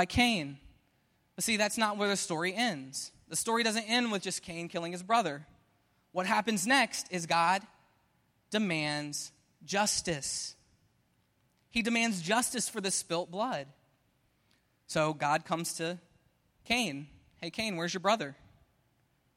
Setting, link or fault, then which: setting, large echoing room